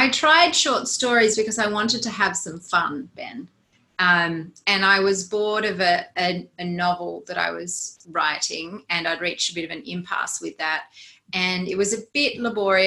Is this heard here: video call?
yes